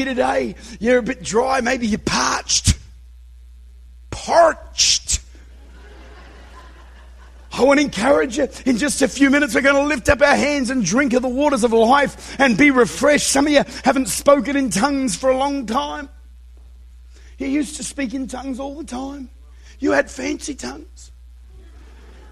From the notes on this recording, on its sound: Recorded at Redeemer Church, Utica, New York.